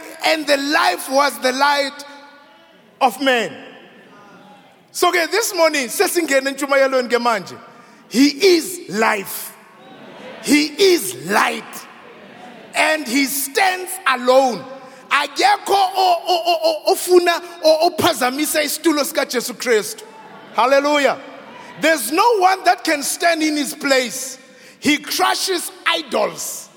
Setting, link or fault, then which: setting, large echoing room